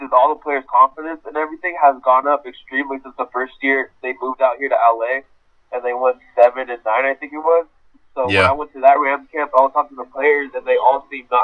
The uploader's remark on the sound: gets on the phone